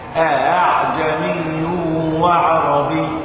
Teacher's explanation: الهمزة الثانية تكون بين الهمزة والفتحة، وهذا ما يسمى بين بين. العلماء بيسموا الهمزة المسهلة دي همزة بين بين، اي بين الهمزة والالف الفتح يعني.